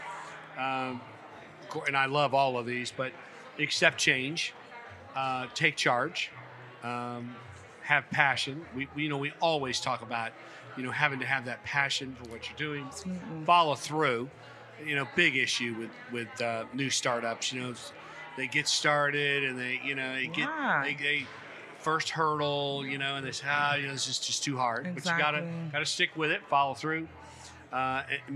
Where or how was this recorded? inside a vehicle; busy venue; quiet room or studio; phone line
busy venue